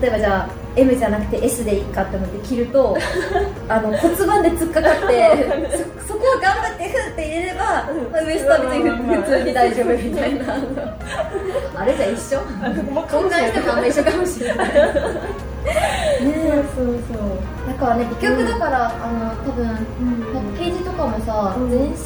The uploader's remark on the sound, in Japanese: 番組初となる公開収録が開催！